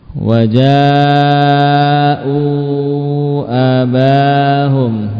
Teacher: Waja'u abahum, ini kurang lebih ukuran 4 harokat. Waja'u dibaca 4 harokat karena bertemu dengan hamzah. · Term: mamad wajib